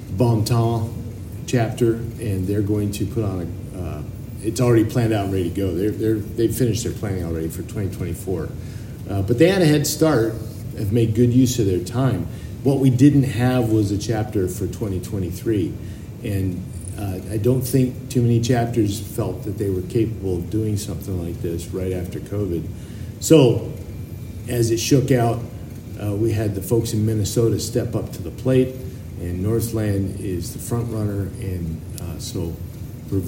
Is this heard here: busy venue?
yes